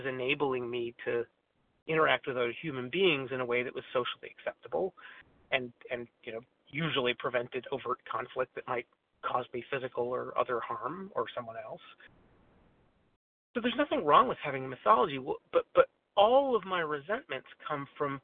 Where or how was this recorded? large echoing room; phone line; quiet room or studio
phone line